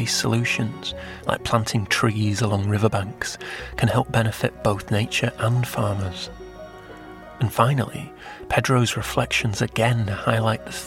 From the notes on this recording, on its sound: Walking along the banks of the river, we meet a range of freshwater scientists, activists, farmers and policy experts. Sorraia catchment.